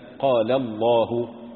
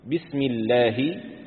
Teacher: قال الله اللام مفخمة، بسم الله مرققة